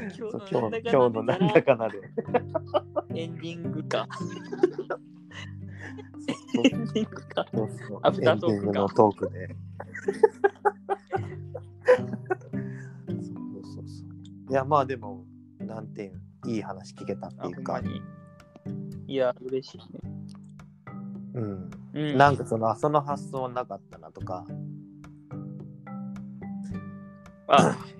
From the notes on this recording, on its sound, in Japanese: 初リモート録音。初めてリモートで録音してみました。